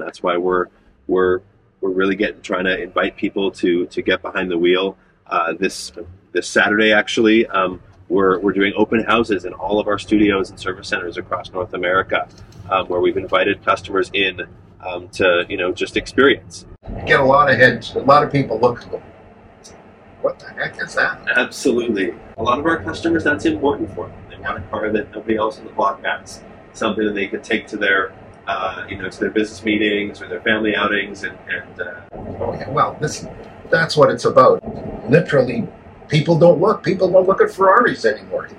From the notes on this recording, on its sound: "LIVE" at the Vancouver showroom